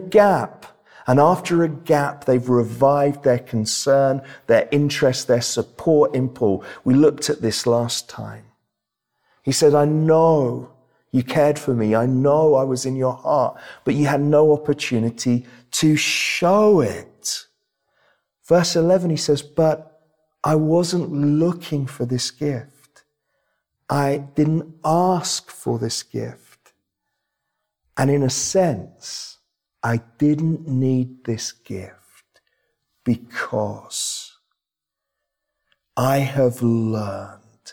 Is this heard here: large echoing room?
yes